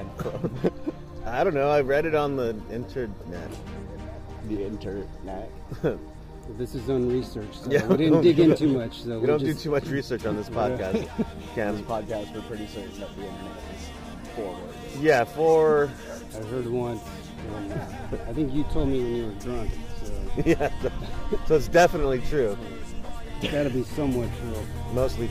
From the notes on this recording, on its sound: we recorded ths episodeat the park